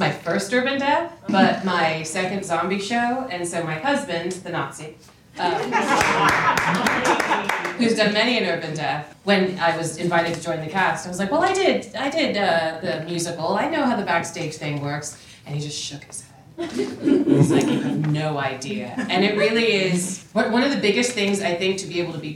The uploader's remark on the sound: Today’s episode is a recording from our first meet-up of the season which we did in partnership with Horrorbuzz.